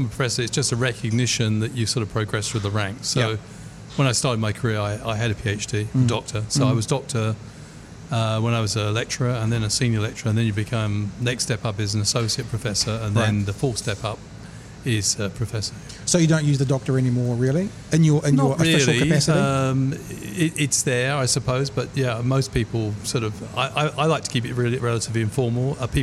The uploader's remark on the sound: Broadcast live from Ombrellitos